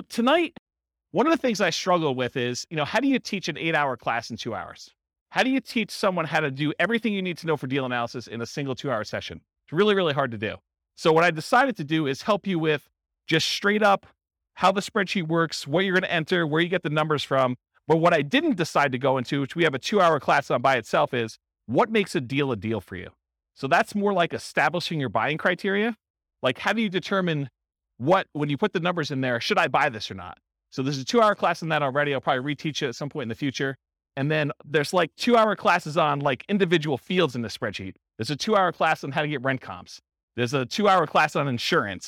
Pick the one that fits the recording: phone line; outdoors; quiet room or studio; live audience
live audience